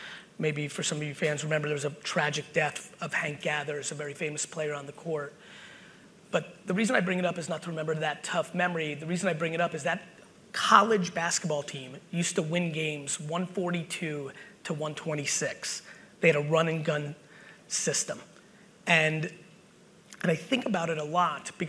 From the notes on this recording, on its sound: BUILD IT Keynote | New Jersey 2021. A throwback keynote I did in 2021!